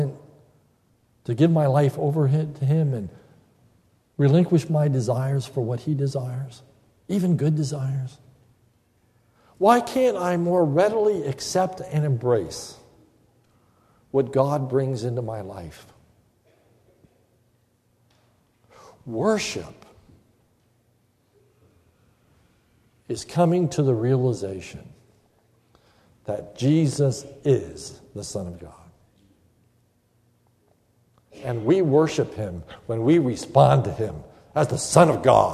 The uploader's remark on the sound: This is a sermon recorded at the Lebanon Bible Fellowship Church in Lebanon, PA on 5/24/2015 during the morning worship service